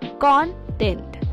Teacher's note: When used as a noun, the stress is on the first syllable, content.